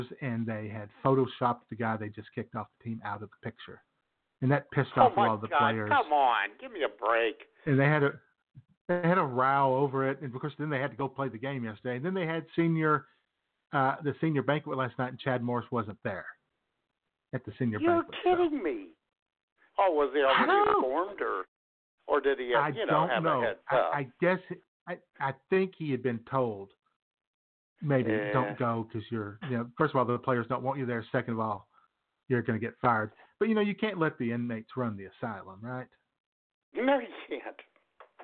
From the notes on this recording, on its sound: your phone calls